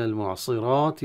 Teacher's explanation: المعصرات طبعا راء مفخمة مع الألف